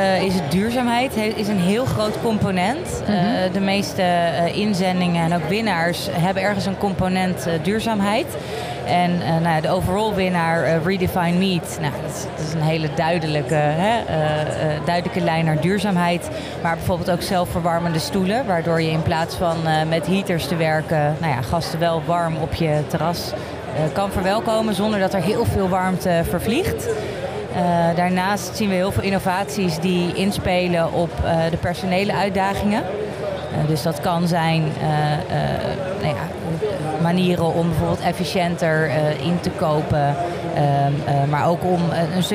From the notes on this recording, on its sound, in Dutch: Seizoen 6 van De Stamtafel - Dé podcast over gastvrijheid, is opgenomen te midden van de Horecava. Met dank aan SVH voor een plekje op hun Horecava stand.